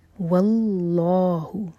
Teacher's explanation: یہاں پر اللہ تعالیٰ کے نام سے پہلے ہے وا پر فتح، تو ہم لام جلالہ کو ہیوی پڑھیں گے